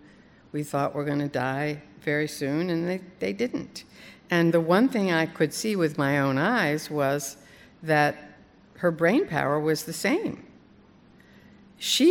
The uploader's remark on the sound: Live On Stage